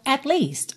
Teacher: A língua no céu da boca do T. É o mesmo lugar de onde sai o L, então eu não vou dizer at least, porque eu teria que quicar a língua no céu da boca, não faz sentido.